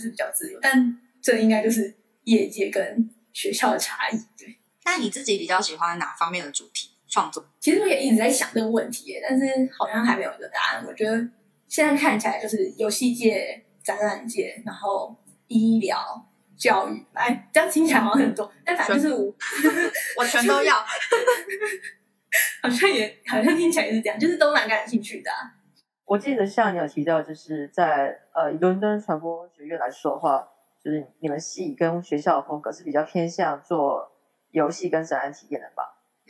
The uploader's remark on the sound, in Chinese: 由於線上軟體收音問題，音質與前幾集有所落差